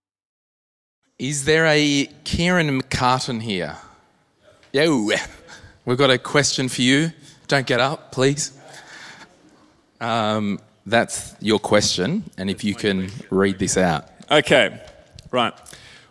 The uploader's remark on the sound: This is the live recording from our m3 live tour - Brisbane this was you! Answer a few live audience questions.